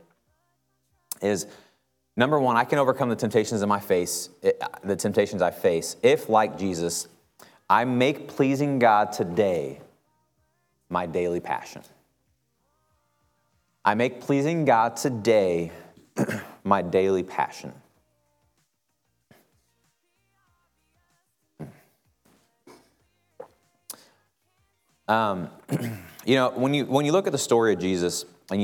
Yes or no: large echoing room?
yes